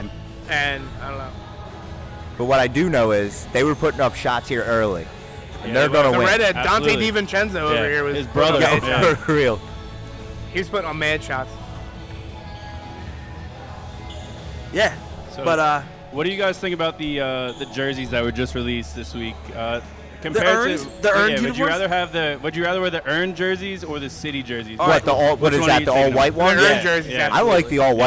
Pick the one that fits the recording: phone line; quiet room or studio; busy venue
busy venue